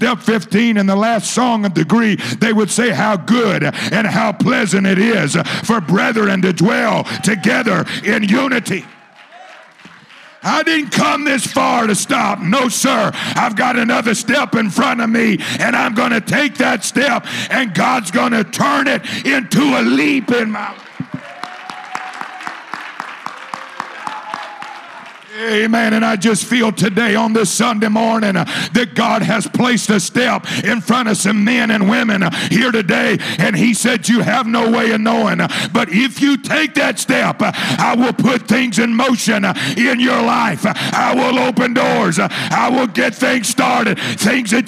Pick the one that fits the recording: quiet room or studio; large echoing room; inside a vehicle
large echoing room